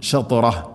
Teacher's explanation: ത ഉച്ചരിക്കുമ്പോൾ നാവിൻ്റെ മധ്യഭാഗം അണ്ണാക്കിലേക്ക് ചേർന്ന് നിൽക്കണം